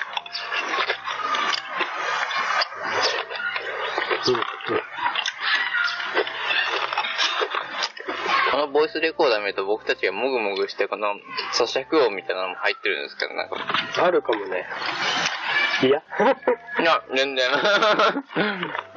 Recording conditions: poor sound quality